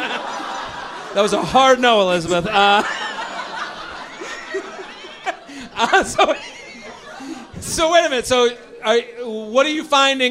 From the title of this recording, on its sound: LIVE From Comedy Works in Denver